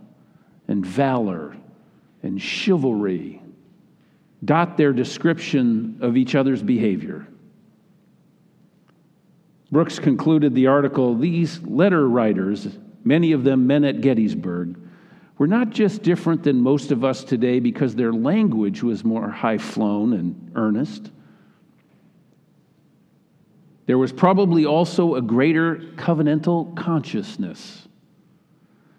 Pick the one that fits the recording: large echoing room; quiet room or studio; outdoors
large echoing room